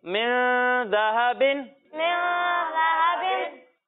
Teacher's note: جب ہم زال کی ادائیگی کرتے ہیں تو اس میں سیٹی کی آواز نہیں آئے گی